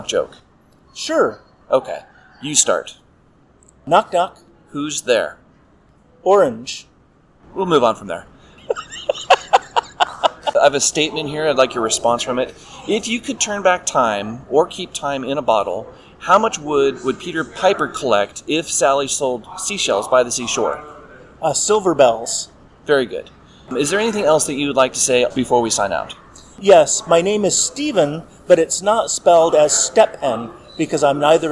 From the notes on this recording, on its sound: Live from Arisia 2024. In Boston, Massachusetts.